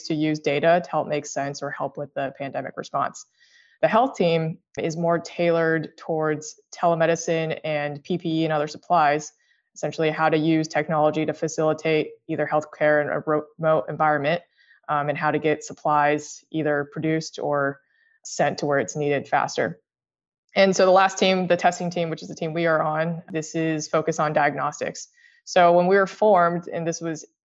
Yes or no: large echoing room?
no